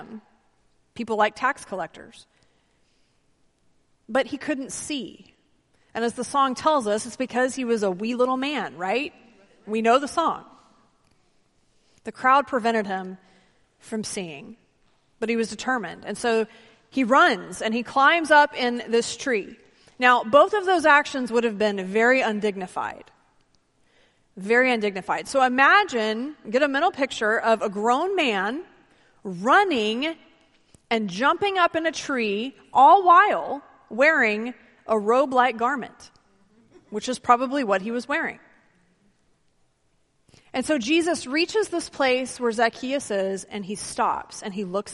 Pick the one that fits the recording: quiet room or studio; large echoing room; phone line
large echoing room